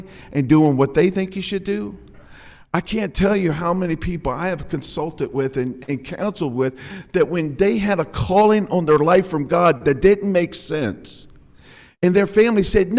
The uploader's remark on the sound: filmed live at Compass Community Church